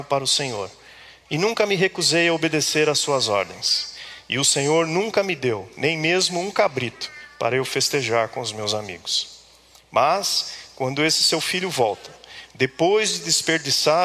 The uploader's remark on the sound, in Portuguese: Culto ao vivo IBMorumbi